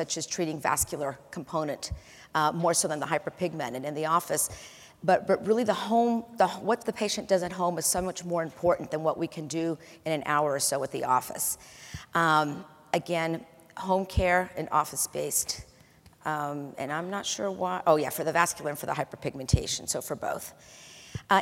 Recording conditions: live audience